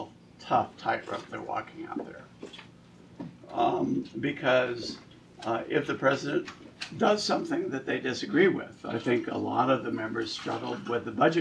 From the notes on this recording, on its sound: WASHINGTON, DC. The Ripon Society hosted a luncheon discussion.